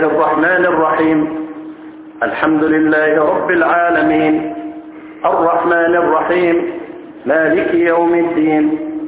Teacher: كانت قراءتك حذف المد نهائي، لا ده مش قصر، ده لا قصر ولا حاجه